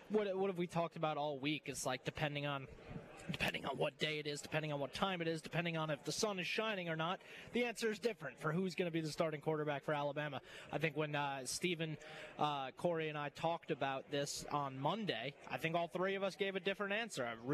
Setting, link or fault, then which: setting, busy venue